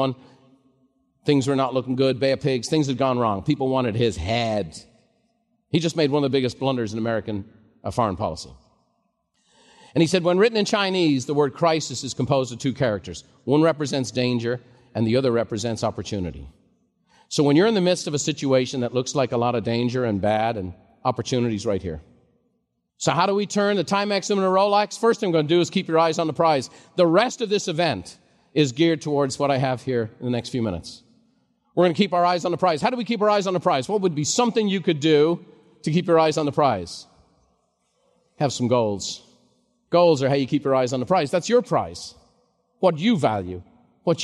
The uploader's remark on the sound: live recording from MasterMind